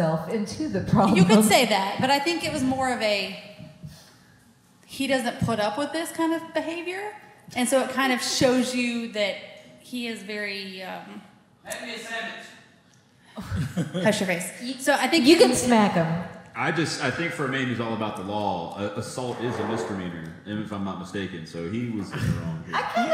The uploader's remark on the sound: This week is a special episode as we reviist an old live show we never got to air.